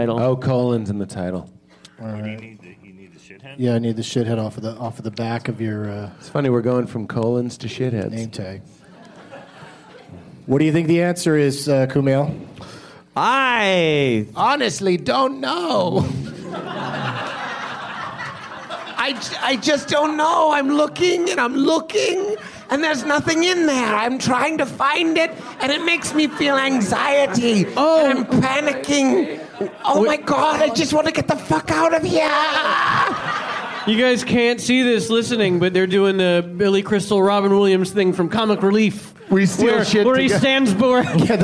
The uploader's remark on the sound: Live from Stage 773 at the Chicago Just For Laughs festival